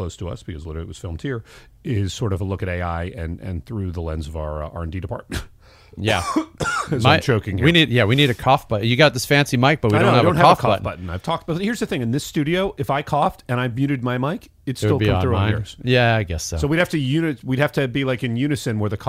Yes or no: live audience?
no